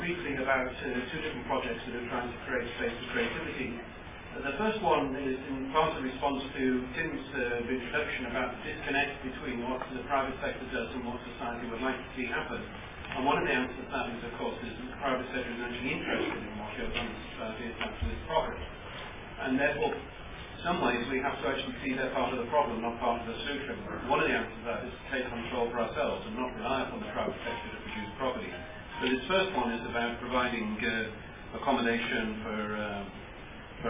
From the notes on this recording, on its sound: This is an audio recording of the breakout session. At the 2010 World Creativity Forum in Oklahoma City, Oklahoma.